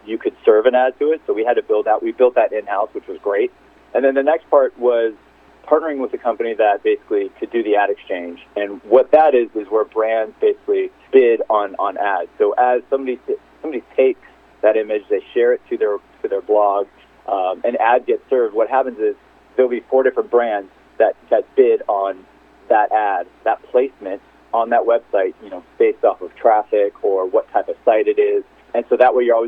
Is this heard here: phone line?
yes